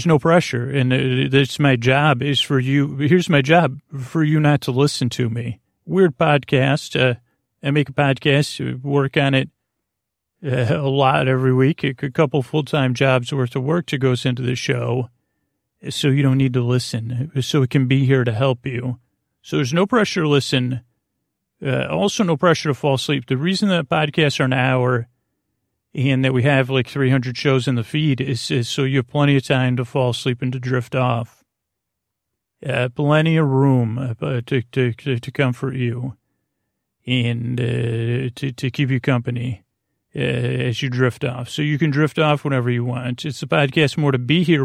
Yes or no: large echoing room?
no